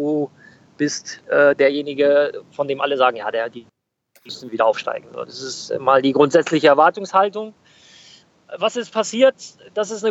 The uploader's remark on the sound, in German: Nebenbei hatten wir eine Premiere beim MillernTon. Fuhr während unseres Gespräches im Auto.